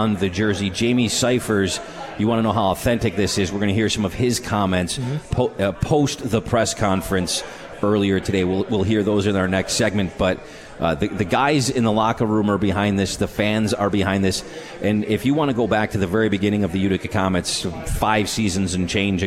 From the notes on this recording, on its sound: Tonight's show, live from the 72 Tavern for Utica Comets #Insider.